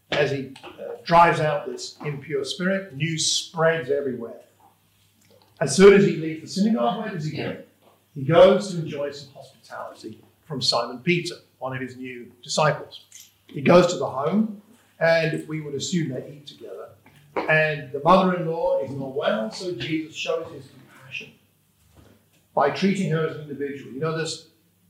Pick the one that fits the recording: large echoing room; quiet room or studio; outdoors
large echoing room